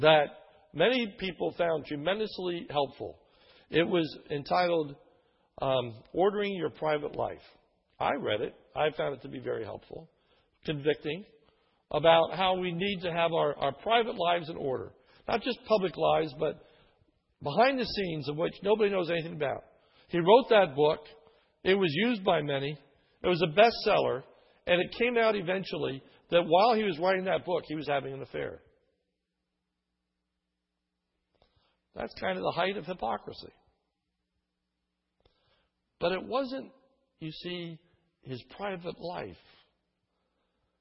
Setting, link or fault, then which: setting, large echoing room